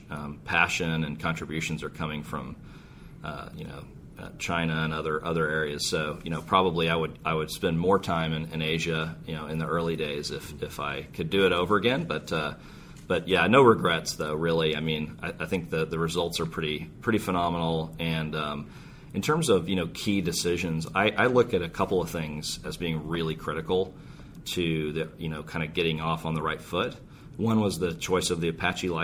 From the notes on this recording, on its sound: Live from OSCON!